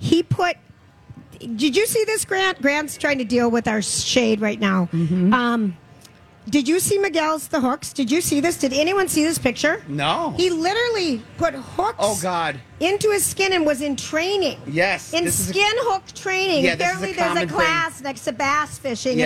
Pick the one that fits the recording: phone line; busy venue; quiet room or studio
busy venue